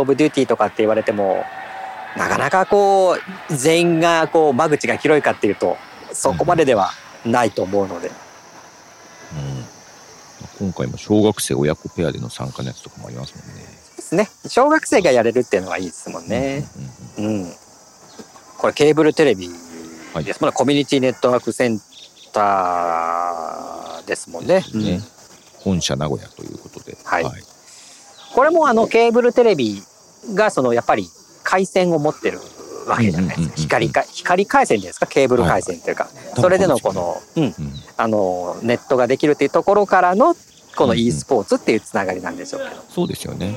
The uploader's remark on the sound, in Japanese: 高校野球の実況現場から。蝉の鳴き声が聞こえますね。